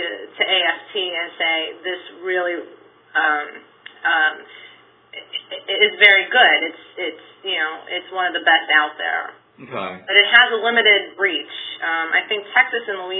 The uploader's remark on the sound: A conference call